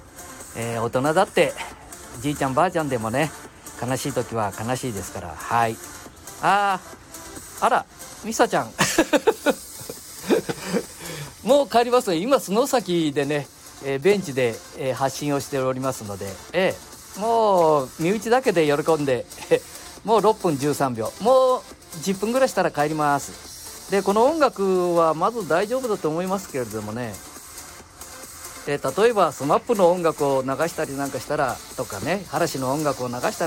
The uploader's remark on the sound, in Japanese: 街さんぽ LIVE